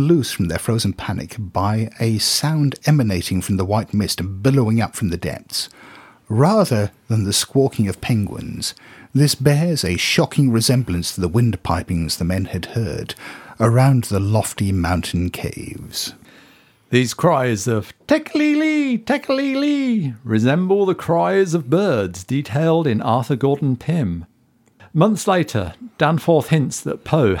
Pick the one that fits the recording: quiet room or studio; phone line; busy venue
quiet room or studio